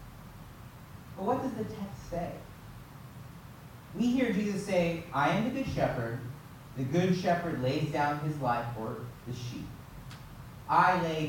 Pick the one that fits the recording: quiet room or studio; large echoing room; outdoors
large echoing room